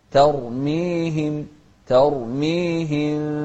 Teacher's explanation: التاء مرققة بعدها راء مفخمة